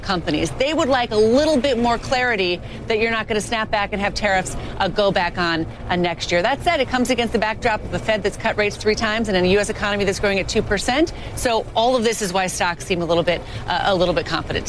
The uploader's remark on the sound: live from the New York Stock Exchange